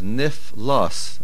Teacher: We do not hear the aleph.